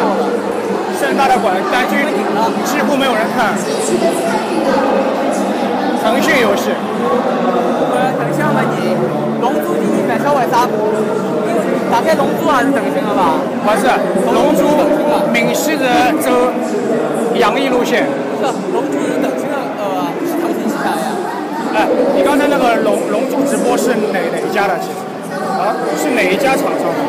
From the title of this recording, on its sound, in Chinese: China Joy 现场实况